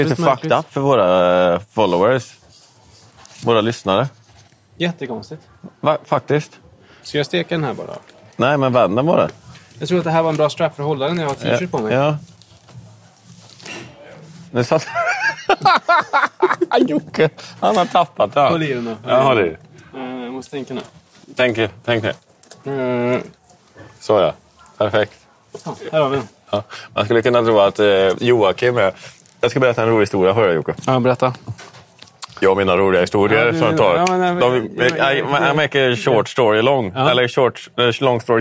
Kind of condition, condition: setting, busy venue